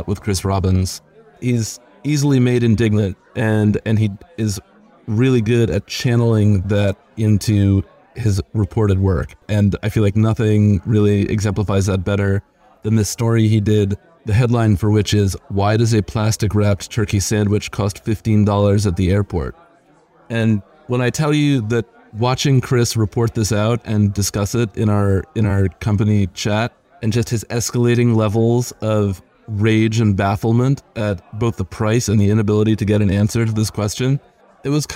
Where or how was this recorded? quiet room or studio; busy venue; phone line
busy venue